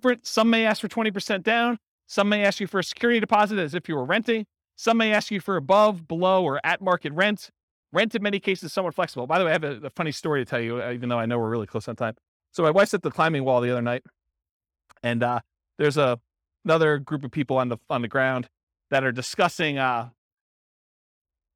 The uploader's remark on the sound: Centennial, Colorado. This was a live class recorded.